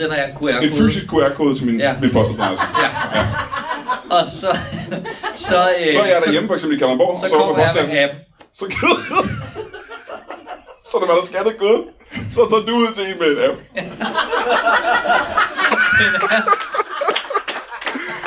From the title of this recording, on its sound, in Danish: LIVE fra Roskilde